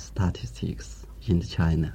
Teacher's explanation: Here the speaker gives equal stress to all the syllables in statistics. He should have made the first vowel a weak form, st.